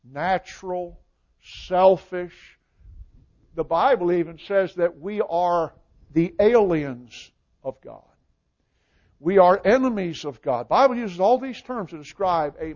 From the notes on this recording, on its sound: Recording of the sermon